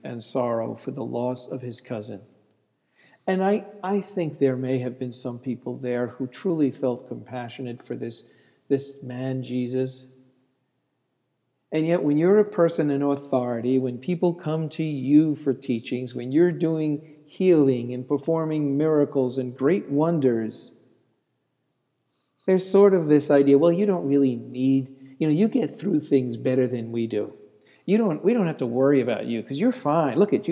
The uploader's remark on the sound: This sermon was delivered on August 3, 2014 at Laurelton United Presbyterian Church and Calvary St. Andrew's Presbyterian Church - both in Rochester.